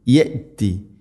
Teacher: ഇവിടെ ശ്രദ്ധിക്കേണ്ടത് യഅതി എന്നോ യഅതി എന്നോ അല്ല, യഅതി, യഅതി. ഇങ്ങനെ ഹംസയുടെ ഉച്ചാരണം വളരെ നേരിയ തോതിൽ, കൽക്കല ചെയ്യരുത്, എന്നാൽ തീരെ കേൾക്കാതിരിക്കുകയും ചെയ്യരുത്